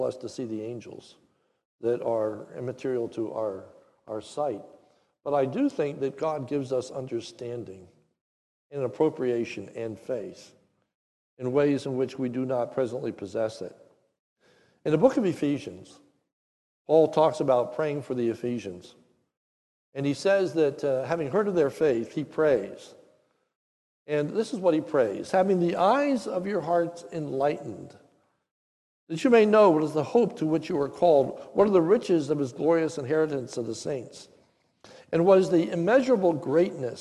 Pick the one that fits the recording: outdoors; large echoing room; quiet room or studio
large echoing room